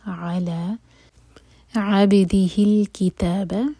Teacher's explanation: علی دو syllable والا ورڈ، عین پر زور دیا جائے گا